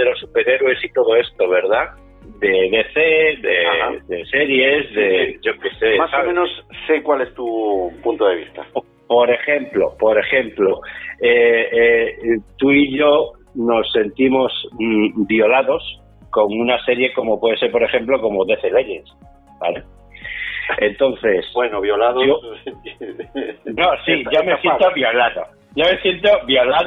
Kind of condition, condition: link, phone line